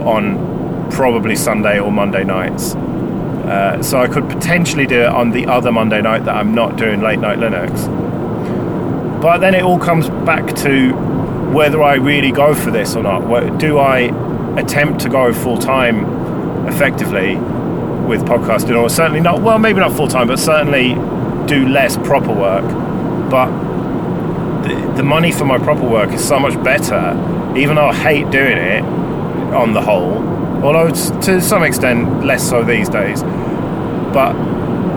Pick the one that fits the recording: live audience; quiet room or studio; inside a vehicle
inside a vehicle